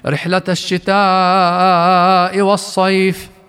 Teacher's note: بروم الكسرة في كلمة الصيف انتفى مد اللين فيها حتى لو وقفنا عليها